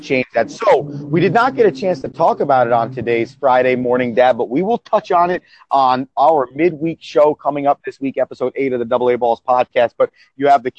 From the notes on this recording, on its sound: The boys are reunited over the phone.